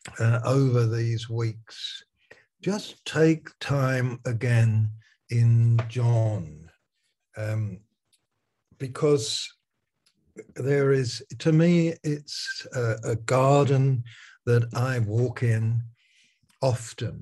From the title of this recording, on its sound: Malaysia Meets (Zoom)